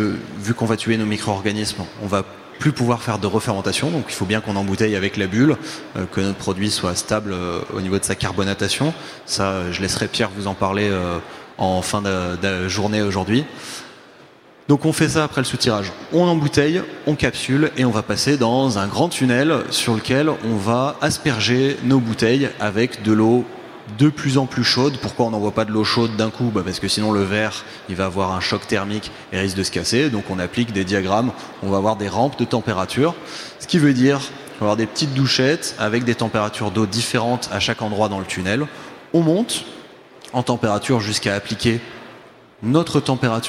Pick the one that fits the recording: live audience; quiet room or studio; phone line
live audience